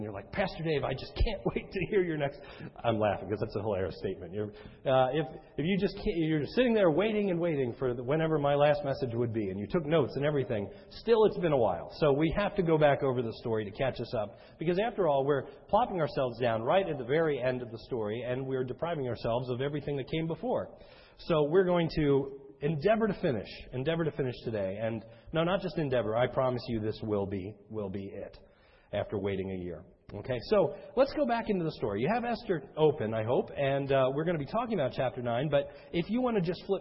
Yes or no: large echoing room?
yes